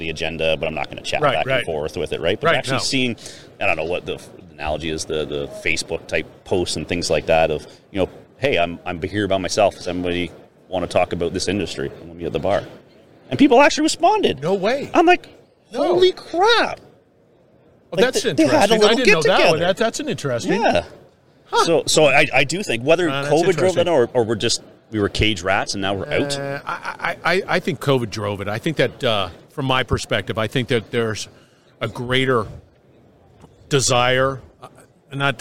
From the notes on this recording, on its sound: Industrial Talk is onsite at the 30th Annual SMRP conference. Industrial Talk is onsite at the 30th Annual SMRP conference.